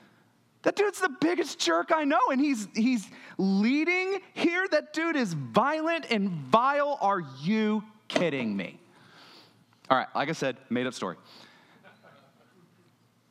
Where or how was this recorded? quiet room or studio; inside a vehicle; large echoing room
large echoing room